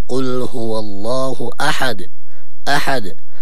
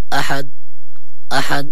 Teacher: لابد من تبيين قلقلة الدال في الآيات كلها · Shown in: first take